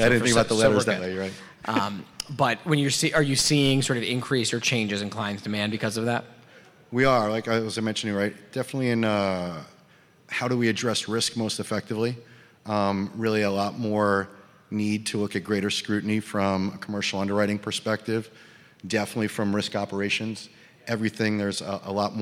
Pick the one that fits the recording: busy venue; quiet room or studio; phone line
busy venue